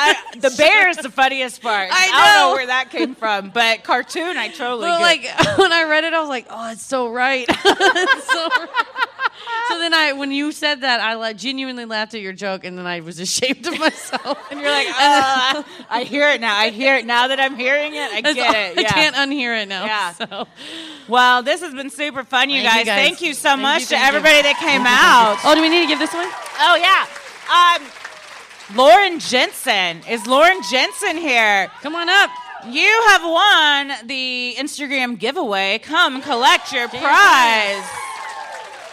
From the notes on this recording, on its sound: Recorded Live at Helium Comedy Club - Portland.